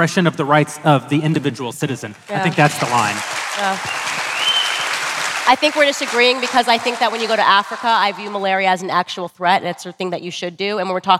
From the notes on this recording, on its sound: Daily Wire Backstage: Live at the Ryman.